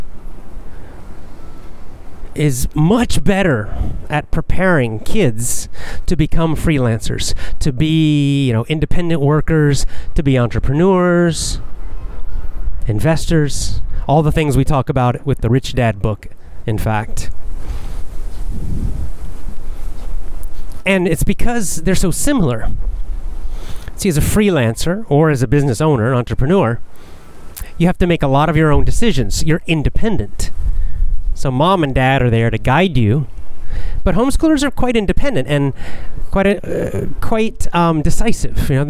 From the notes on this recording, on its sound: Casual chat while walking.